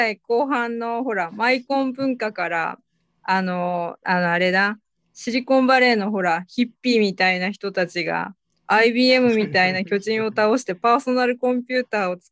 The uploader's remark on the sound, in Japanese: ZOOMライブの模様です